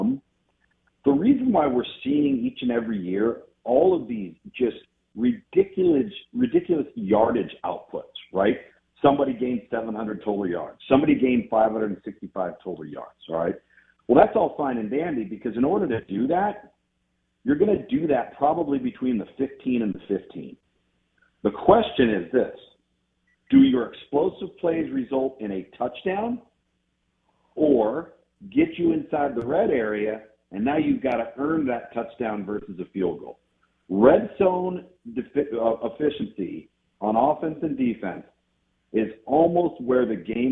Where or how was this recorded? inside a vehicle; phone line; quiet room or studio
phone line